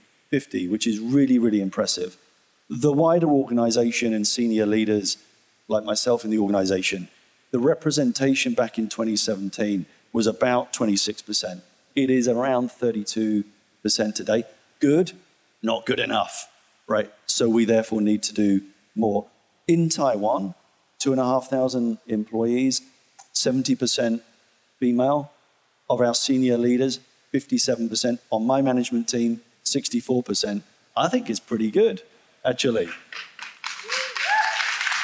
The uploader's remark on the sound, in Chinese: 四位「偶像」太愛也太會聊天導致氣氛太熱絡，我們不知道怎麼才能把現場的笑聲剪掉！